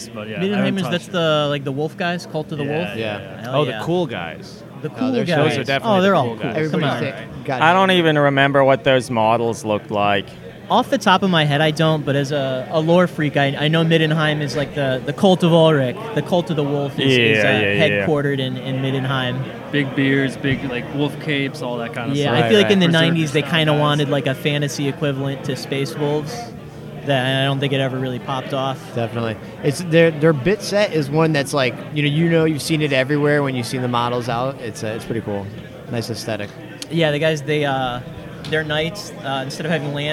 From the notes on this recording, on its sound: Live at NEMO23. Coming at you live from the cold heart of the North - Chicopee, MA.